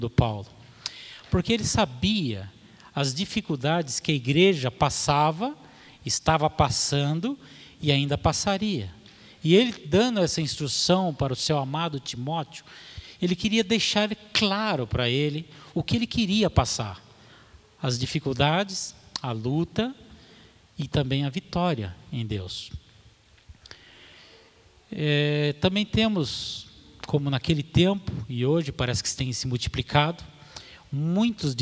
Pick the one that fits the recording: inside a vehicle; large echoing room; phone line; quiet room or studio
large echoing room